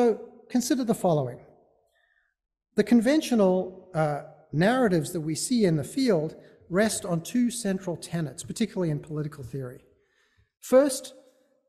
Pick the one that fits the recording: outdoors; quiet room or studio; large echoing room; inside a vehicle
large echoing room